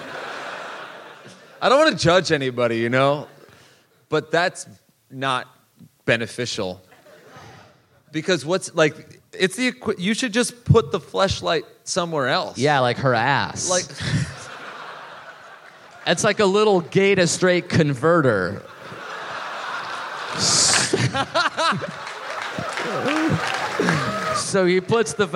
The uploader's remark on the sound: live in Melbourne!